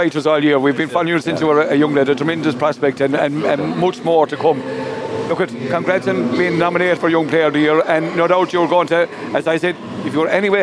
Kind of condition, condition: setting, busy venue